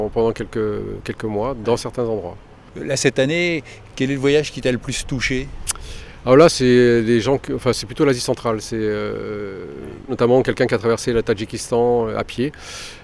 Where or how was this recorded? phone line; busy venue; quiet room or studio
busy venue